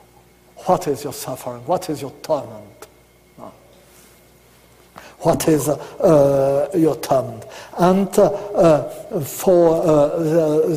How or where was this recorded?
large echoing room